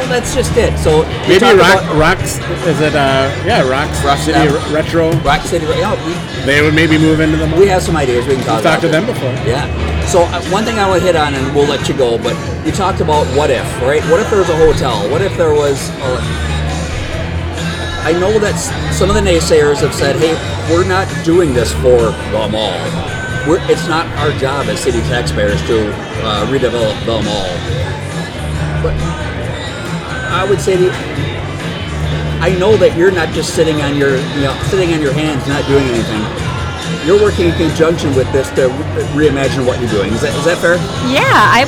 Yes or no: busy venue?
yes